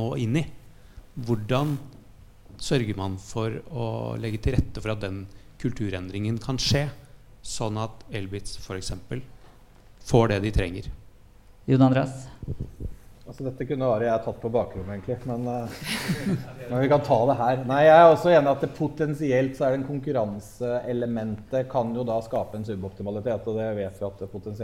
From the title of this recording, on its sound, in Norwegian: Live podcast fra nettverkssamling hos DNV for teknologioptimister